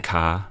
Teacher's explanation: In New Zealand English, we don't make R on the ends of words. We'd say A-H.